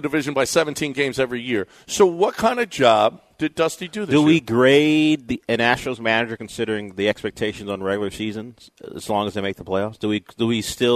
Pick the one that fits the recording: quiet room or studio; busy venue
busy venue